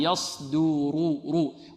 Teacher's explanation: إذن يصدر، دو والدال مرقة، يصدر رو. والراء مفخمة، لماذا الراء مفخمة؟ لأنها ماذا؟ مضمومة. نحن قلنا الراء المضمومة تفخم، والراء المفتوحة تفخم، والراء المكسورة ترقق.